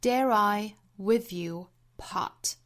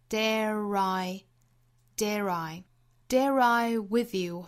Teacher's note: Dare 和 I 之间连读有一个 intrusiveR，把这个小小的 r 的音发出来